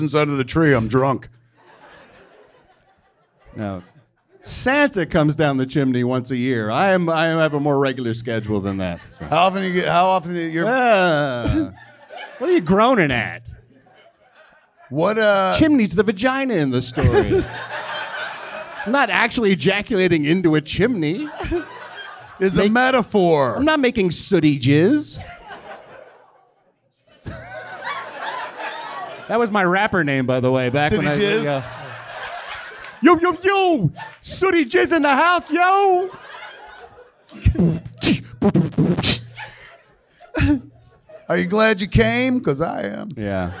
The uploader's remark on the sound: Recorded LIVE at the Improv in Hollywood, CA.